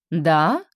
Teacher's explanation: Вопросительно. С подъемом в конце